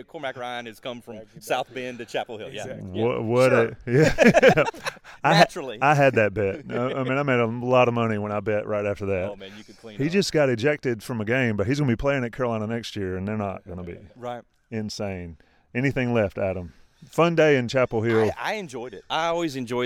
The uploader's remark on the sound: On Location at UNC Basketball Media Day